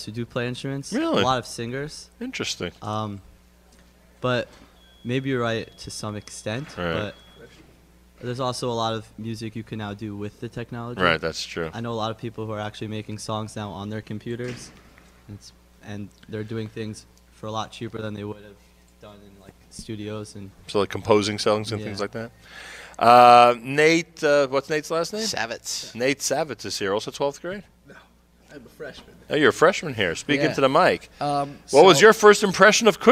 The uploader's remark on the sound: Live from The Kushner Schools